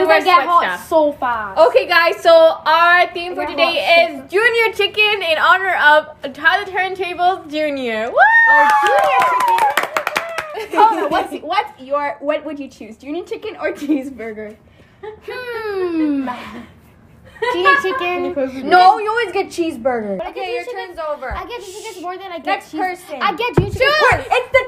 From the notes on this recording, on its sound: Here we have a mini episode full of our hYpEr and loud (RIP headphone users) personalities.